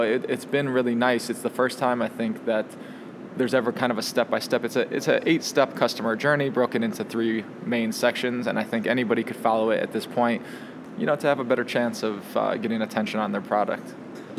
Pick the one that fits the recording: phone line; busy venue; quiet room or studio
busy venue